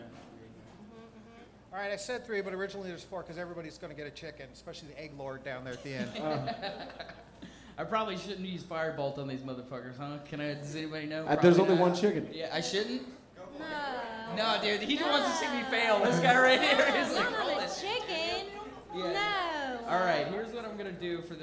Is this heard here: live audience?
yes